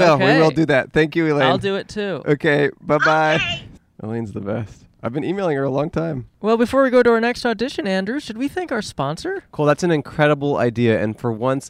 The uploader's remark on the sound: backyard in Los Angeles, California